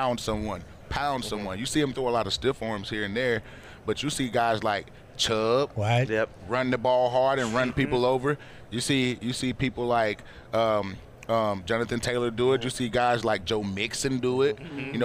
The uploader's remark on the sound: LIVE from radio row in BEAUTIFUL Phoenix, Arizona